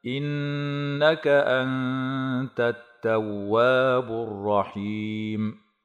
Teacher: أنت إخفاء حقيقي لوقوع النون الساكنة قبل حرف التاء مع بقاء الغنة مرققة